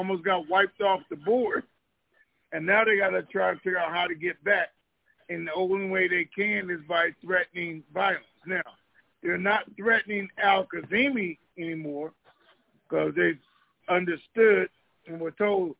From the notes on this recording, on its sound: TNTSuperfantastic Conference Call